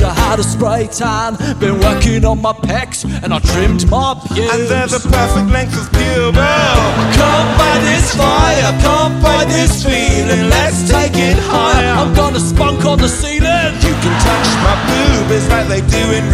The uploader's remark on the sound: Live in London